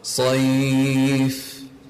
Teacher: these letters, the Fa and the Sheen, they have a level of blowing and breathing in it, that you, it's a gentle amount of air that emanates from you.